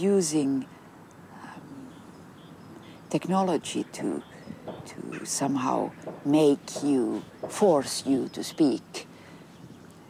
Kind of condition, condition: setting, outdoors